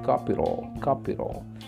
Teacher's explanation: Entonces esa T la pusimos como una R